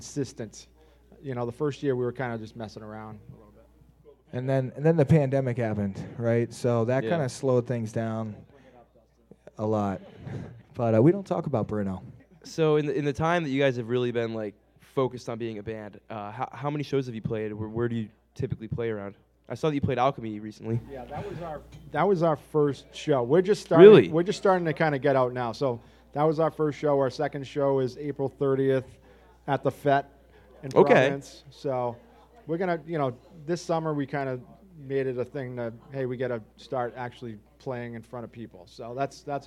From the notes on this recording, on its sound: thanks to the Parlour for hosting this recording at their fine space on North Main Street in Providence